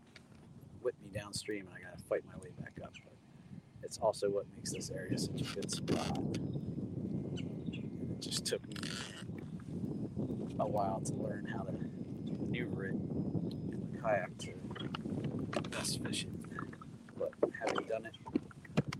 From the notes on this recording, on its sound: Comes at you live on the water as he runs you through how he approaches a body of water.